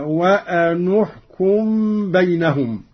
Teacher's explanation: قوله تعالى: وأن احكم بينهم بما أنزل الله. قرأ قالون بضم النون أولى الساكنين هكذا